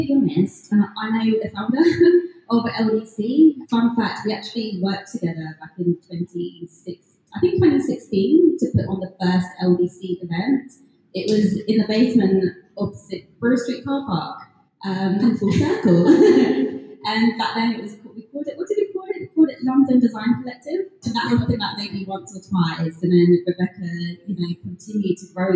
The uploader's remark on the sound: Recorded last year September at the Lone Design Club pop up store on London’s Regent Street. LIVE from the Lone Design Club pop up. Today’s episode is another live one, recorded last year September at the Lone Design Club pop up store on London’s Regent Street.